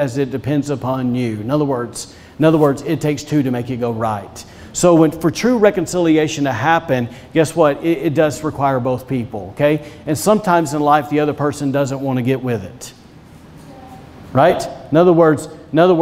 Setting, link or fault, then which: setting, large echoing room